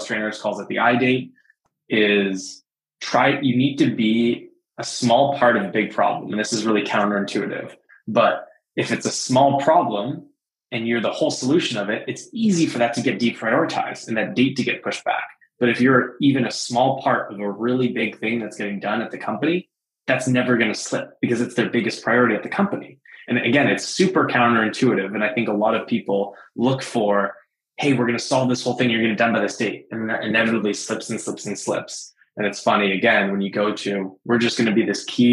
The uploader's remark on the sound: Live on Zoom, and sales leaders had the chance to ask questions about collaborating with buyers and building a scalable, customer-first sales process.